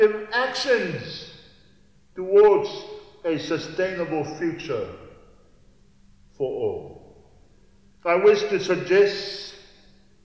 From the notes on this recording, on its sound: Recorded at Redfern Town Hall at the end of the Rising Tide speaking tour to call people to the People's Blockade of Newcastle Port.